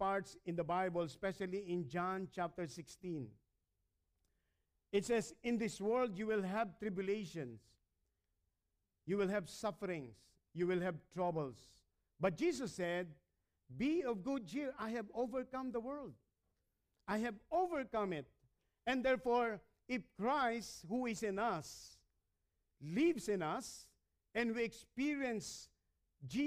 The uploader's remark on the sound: Recorded at Hosanna Evangelical Fellowship (HEF) - Dubai on 20 September 2019.